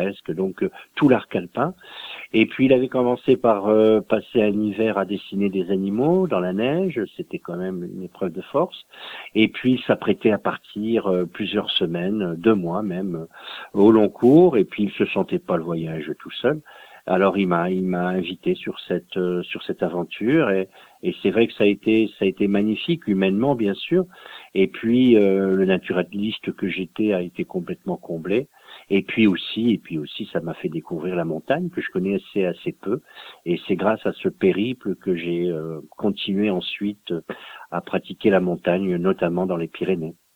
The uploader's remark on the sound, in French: Reçoit par téléphone le romancier.